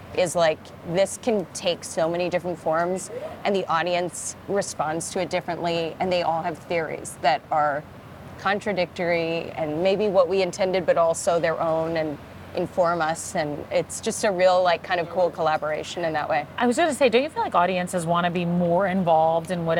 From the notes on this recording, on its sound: In a short and sweet interview right outside Broadway's Lyceum Theatre